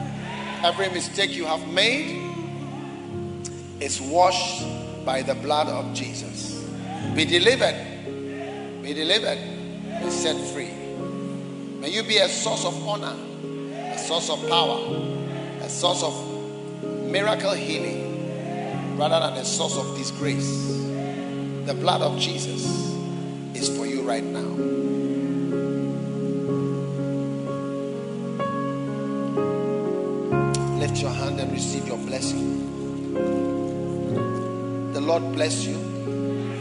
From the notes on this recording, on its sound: Preached at the Prophetic Encounter Service, First Love Church, Accra.